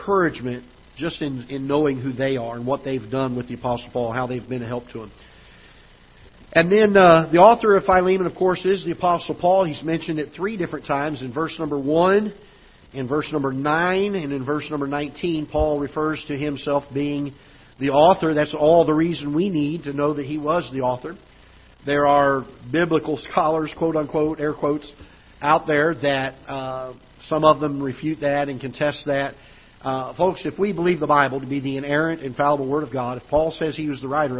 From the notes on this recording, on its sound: Ketha Heights Baptist Church ~ Live Broadcast.